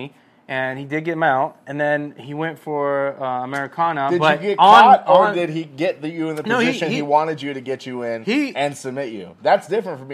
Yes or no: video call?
no